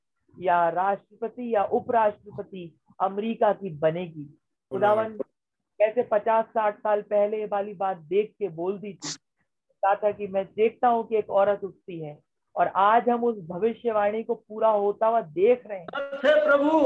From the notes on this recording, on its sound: Zoom Meeting.